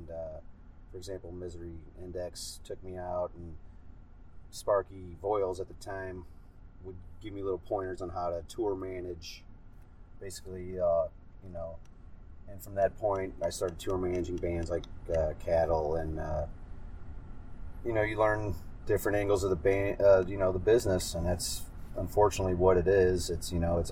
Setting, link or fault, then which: setting, inside a vehicle